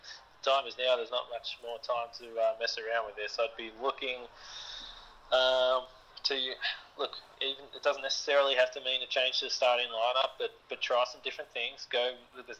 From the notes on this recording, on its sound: gets on the phone